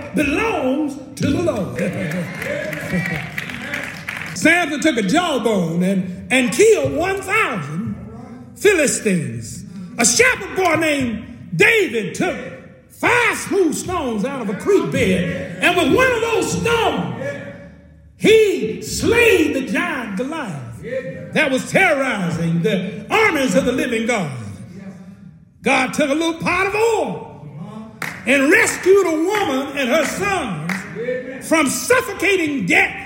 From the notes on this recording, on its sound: At the historic Clay Street Missionary Baptist Church, Shelbyville, Kentucky during their first ever “Big Enough Conference”